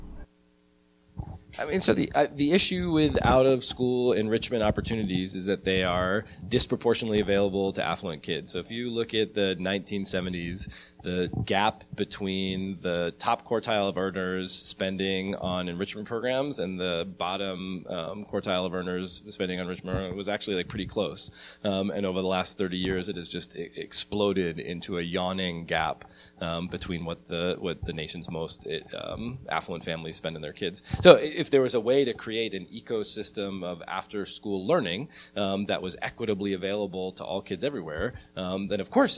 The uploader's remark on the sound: The following panel discussion took place during our Social Impact Connect conference night.